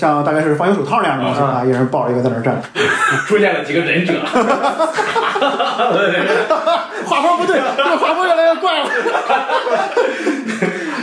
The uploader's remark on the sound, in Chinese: 因为这次跑团时录制的设备并不专业，再加上环境和大家散座的位置，音质会比较差，调试之后改善不大。